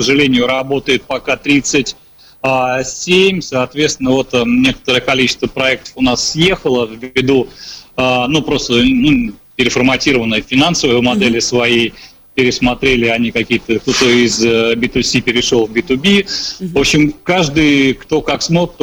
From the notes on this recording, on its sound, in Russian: В эфире программы «Открытая Кухня» созваниваемся. Из Москвы.